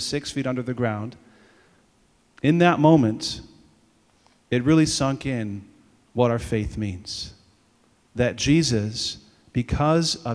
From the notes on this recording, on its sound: Audio from all school Mass on 2/14/24.